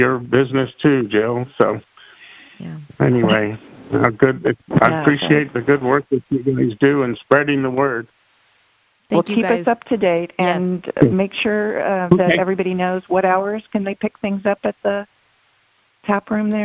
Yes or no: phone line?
yes